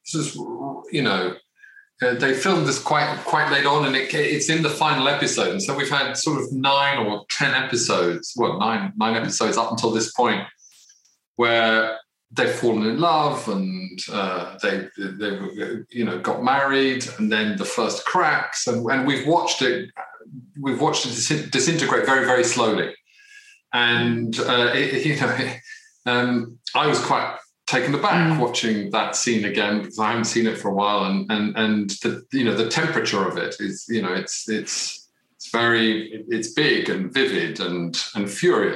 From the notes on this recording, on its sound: Unfortunately the team couldn’t get in a physical room together due to COVID-19 protocol, so this was recorded online.